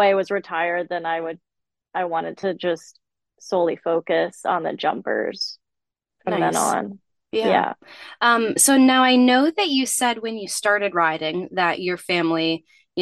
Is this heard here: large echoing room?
no